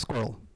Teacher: I always think there's no vowel, and I say it really quick, squirrel. Like one syllable.